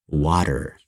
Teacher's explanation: instead of saying the hard T sound for those letters, we instead pronounce the flap T